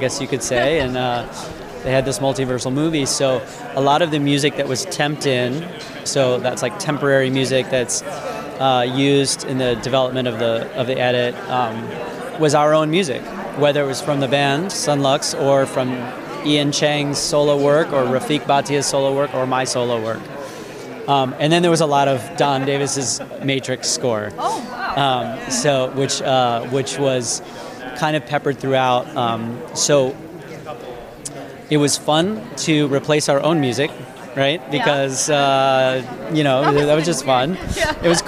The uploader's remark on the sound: In our first dispatch from The Santa Barbara International Film Festival.